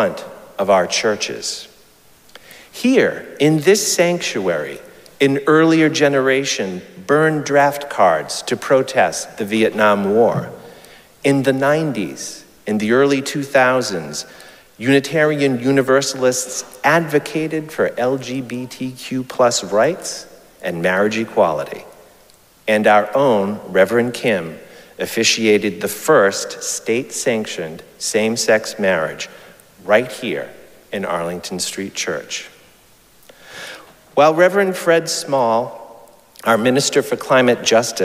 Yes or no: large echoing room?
yes